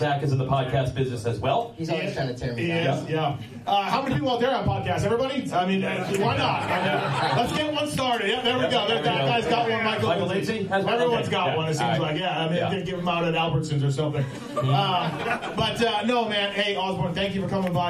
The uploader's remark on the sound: Pulpmx LIVE Podcast Show from Works Connection. Take some audience questions.